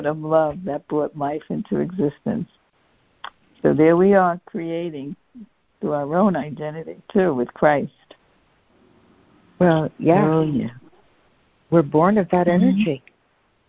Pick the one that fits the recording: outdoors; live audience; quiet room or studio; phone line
phone line